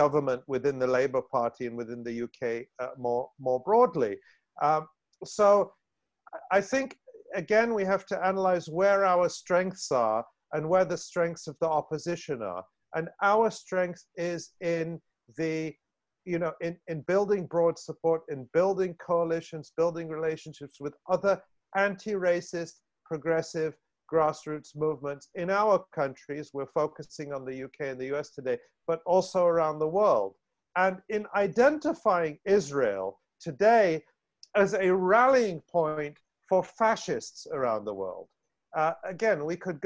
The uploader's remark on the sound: In part one of this two-part online event. This event was held online via Zoom.